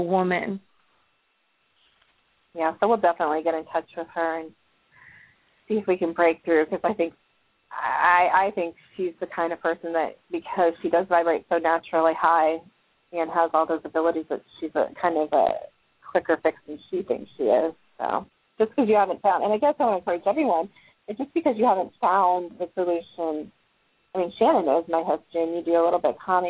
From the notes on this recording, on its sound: live call in guests